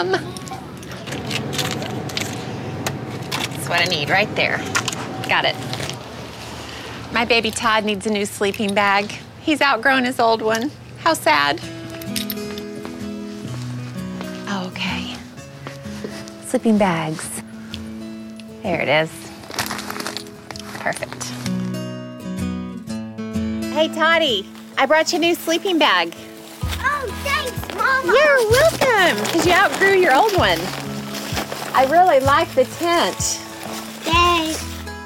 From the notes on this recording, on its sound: Cook over the campfire in the great outdoors. With direct audio from her hit Food Network TV show.